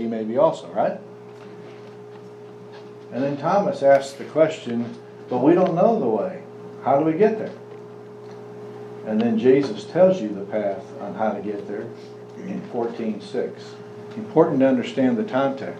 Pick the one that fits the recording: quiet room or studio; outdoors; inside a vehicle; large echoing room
large echoing room